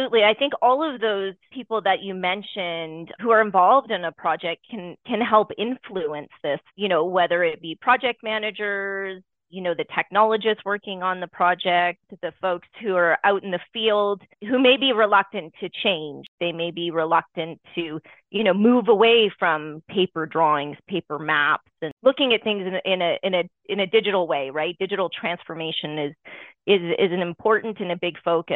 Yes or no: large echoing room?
no